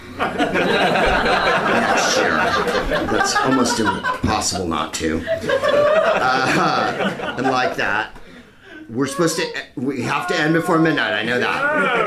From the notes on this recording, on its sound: Live from the Happy Endings Comedy Club in Sydney